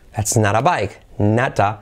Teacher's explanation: La T como una R suave.